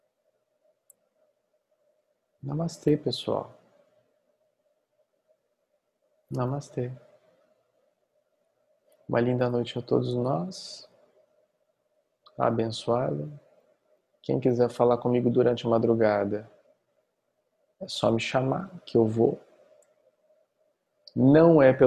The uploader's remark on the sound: Online via Zoom